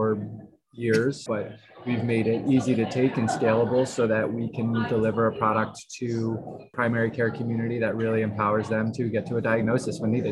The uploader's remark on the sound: live from thINc360 in Baltimore